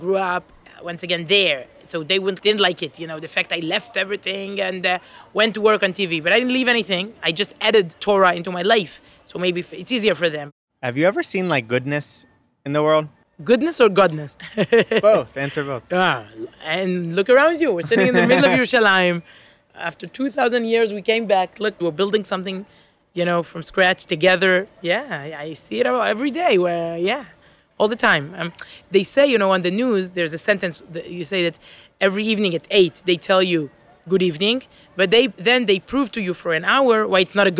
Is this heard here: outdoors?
yes